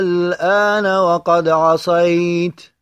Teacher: الألف ساكنة مفتوح ما قبلها، وجاء بعد الألف لام ساكن في أصل الكلمة، فيسمى هذا المد للألف مدا لازما كلميا مخففة.